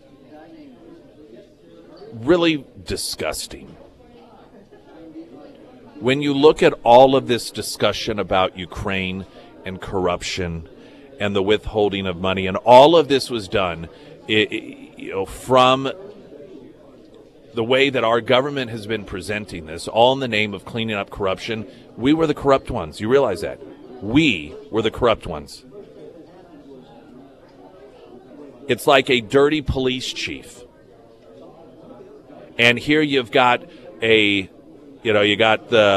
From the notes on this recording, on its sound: broadcasted live from Scrambler’s for the “KSGF Friday Roadshow”